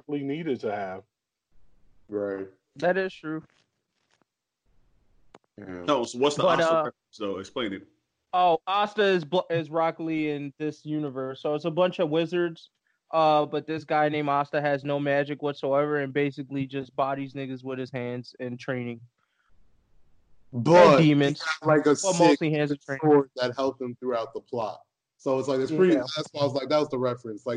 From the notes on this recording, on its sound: We bringing you another dope episode remote this time because we had some technical difficulties with our in-person episode last time.